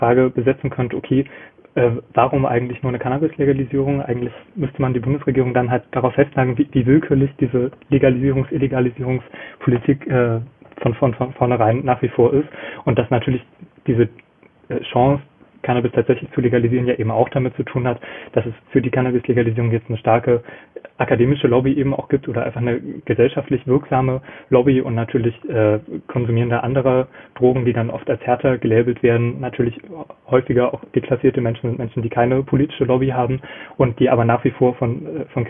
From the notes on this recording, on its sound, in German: Aus dem Urlaub. Reden am Telefon.